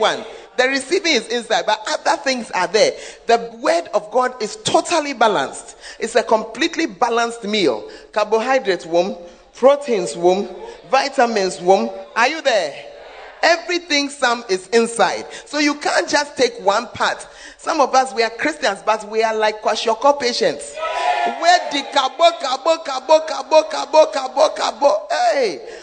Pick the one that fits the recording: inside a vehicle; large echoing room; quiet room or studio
large echoing room